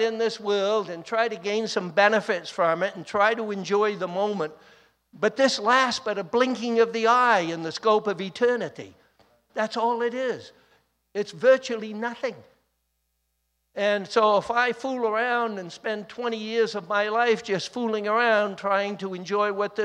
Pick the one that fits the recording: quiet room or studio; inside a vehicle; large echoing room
large echoing room